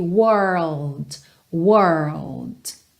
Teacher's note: primeiro forma o R, e aí nesse caso é a língua enrolada mesmo